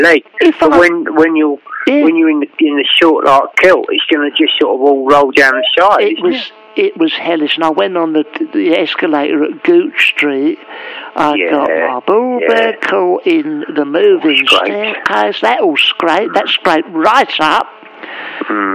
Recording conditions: phone line